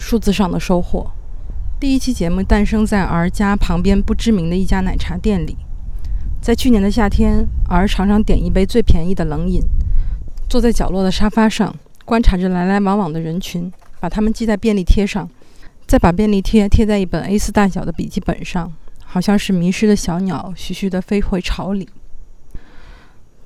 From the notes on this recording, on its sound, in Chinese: 在户外边走边录的音，所以录音质量会稍微差一些，抱歉啦